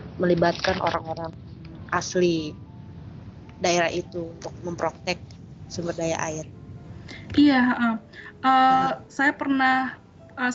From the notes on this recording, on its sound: Kami pun mengadakan Webinar via Skype dengan judul Aksi Iklim di Tengah Pandemi. Webinar ini berhasil menggait kurang lebih 56 partisipan yang aktif dalam diskusi.